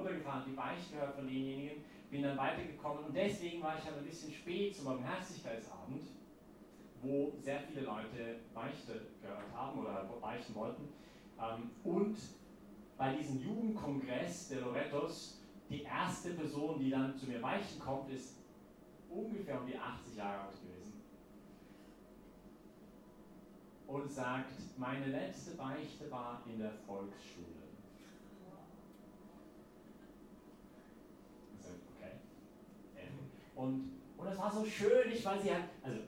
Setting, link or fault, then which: setting, large echoing room